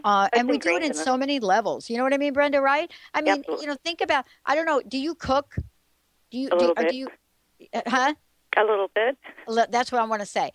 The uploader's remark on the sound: Another FULL call-in show